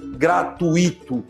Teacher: A gente escuta bastante as pessoas falando gratuito, com ênfase no i, como se fosse um hiato, como se fosse acentuado.